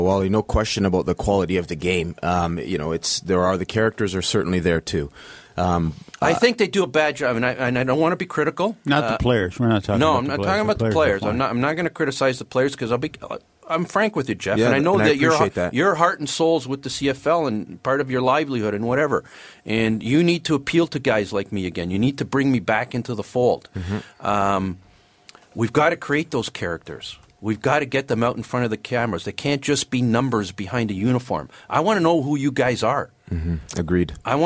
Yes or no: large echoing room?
no